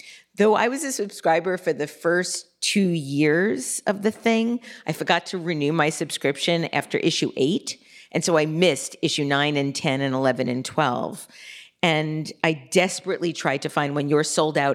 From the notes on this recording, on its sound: Joins LIVE at the 2022 On Air Fest.